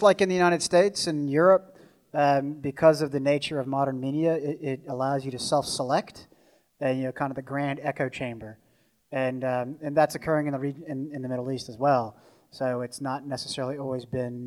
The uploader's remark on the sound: The two speakers offer their insight into the Middle East and take questions from the audience. At 49th State Brewing Company. About Addressing Alaskans features local lectures and forums recorded at public events taking place in Southcentral Alaska.